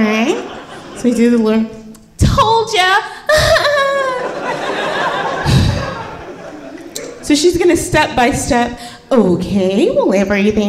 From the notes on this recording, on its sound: Live From Charleston! At the Charleston Comedy Festival in South Carolina.